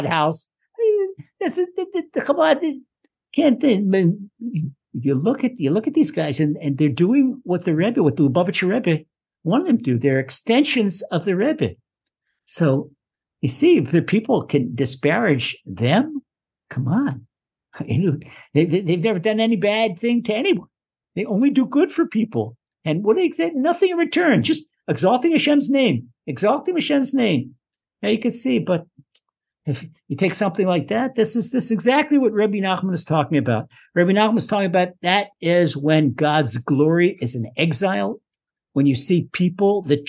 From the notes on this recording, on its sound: Recorded via TORCHzoom.